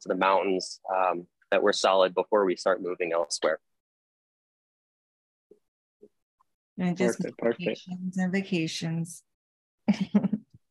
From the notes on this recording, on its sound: With eXp Realty out of California and we recorded a live webinar. Link to my equipment: Microphone - Phone Tripod.